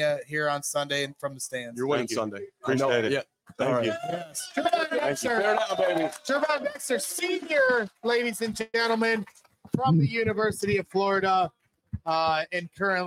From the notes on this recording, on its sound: LIVE from Wings and Rings